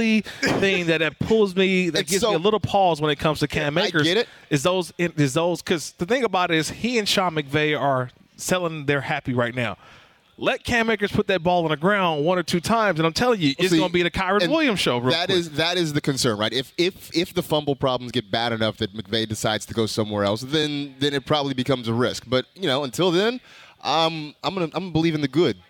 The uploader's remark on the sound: live from Hollywood Park Casino getting ready for the ESPN 710 Fantasy Football Draft Party!